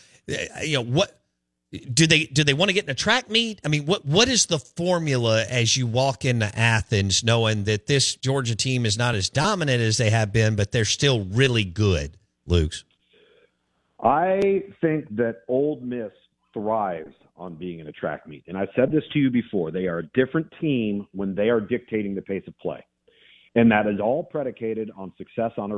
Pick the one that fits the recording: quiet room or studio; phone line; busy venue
phone line